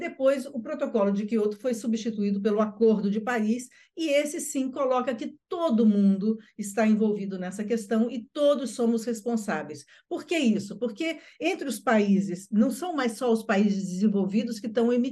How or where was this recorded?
video call